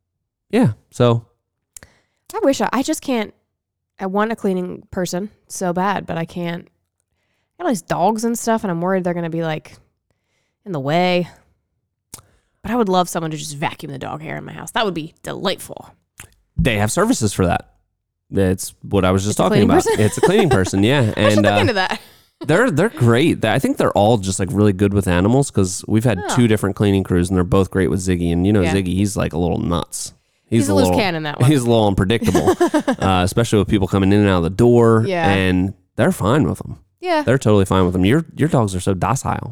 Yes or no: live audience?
no